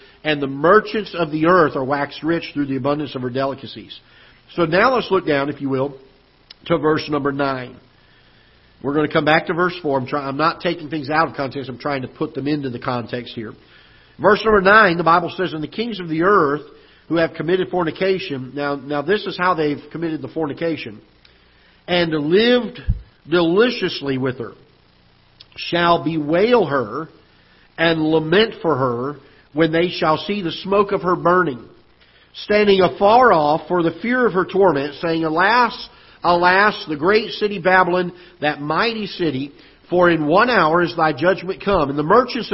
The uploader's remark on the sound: Ketha Heights Baptist Church ~ Live Broadcast